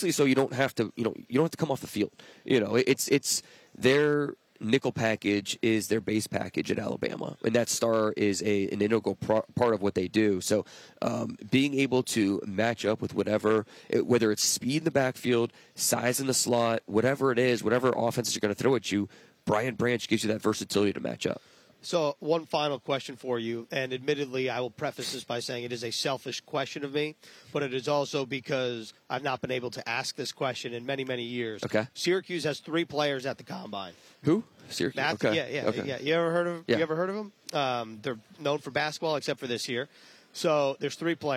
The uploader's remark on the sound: live from the 2023 NFL Combine